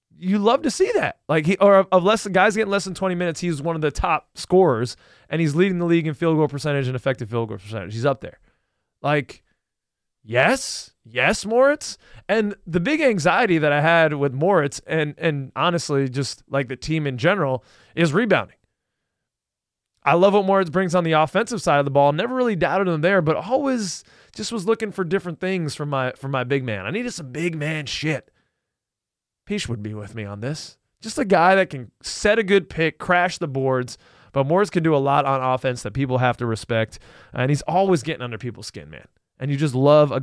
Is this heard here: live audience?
no